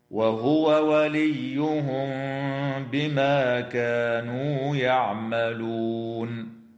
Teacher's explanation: وتخفى الميم الساكنة مع الغنة عند الباء